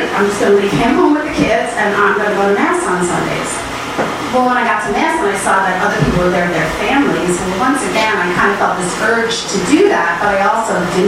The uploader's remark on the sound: Arlington TOT is held on the 2nd Monday of each month at O'Sullivan's Irish Pub located at 3207 Washington Blvd., in Arlington, VA, across from St.